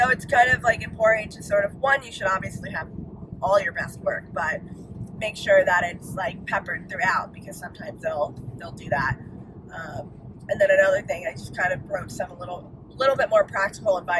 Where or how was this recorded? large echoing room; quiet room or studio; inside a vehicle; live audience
inside a vehicle